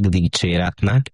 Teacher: Aztán ilyen a dicséret is, amit sokan hosszan ejtenek dicséretnek, miközben rövidivel írjuk